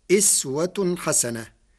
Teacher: قرأ ورش كلمة أسوة بكسر الهمزة فتصير أسوة حسنة، وهي لغة أهل الحجاز، أن يكون لهم الخيرة من أمرهم.